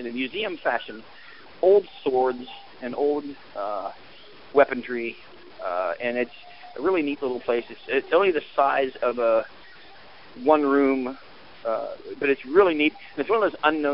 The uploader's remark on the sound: live from the park